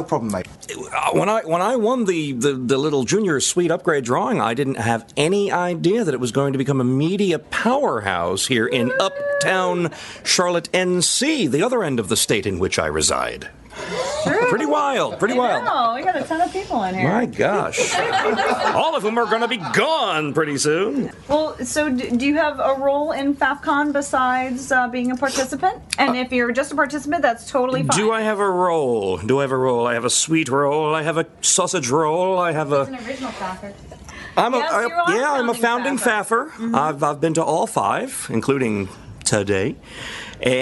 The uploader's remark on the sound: LIVE from Faffcon 5 in Charlotte, NC. Record LIVE with the entire Voice Over Cafe staff from Faffcon 5: The Voiceover Unconference in Charlotte, NC!